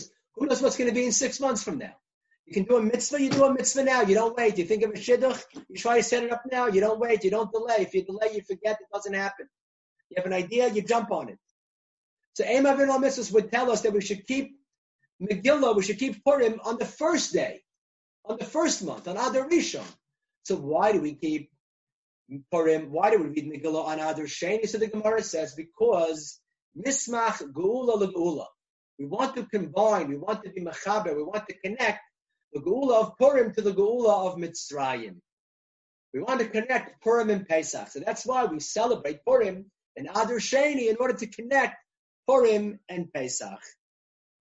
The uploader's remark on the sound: recorded ZOOM conference